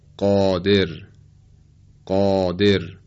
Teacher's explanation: چیزی شبیه به تلفظ الف فارسی ولی کمی درشت‌تر و با تفخیم بیشتر · Term: استعلا